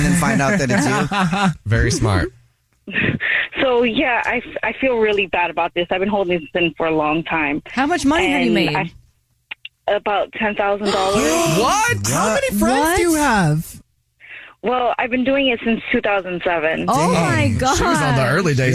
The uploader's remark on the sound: The woman on the phone has been waiting for this call